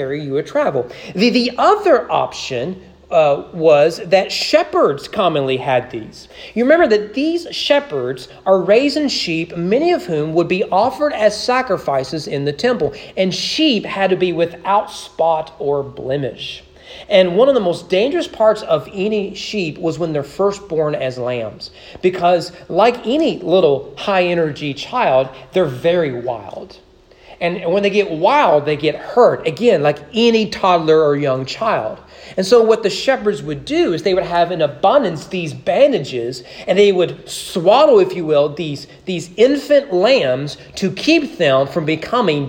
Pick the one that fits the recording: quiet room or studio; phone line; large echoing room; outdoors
large echoing room